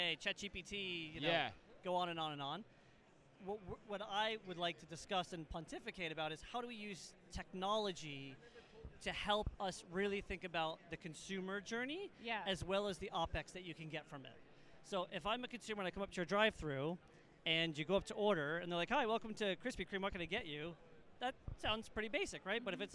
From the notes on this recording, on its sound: Live From Manifest 2024. Directly from the show floor.